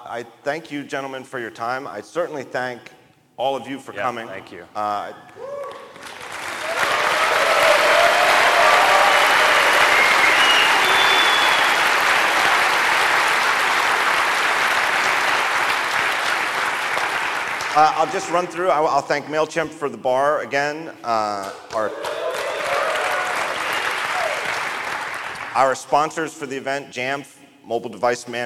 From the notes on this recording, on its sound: Live From WWDC 2017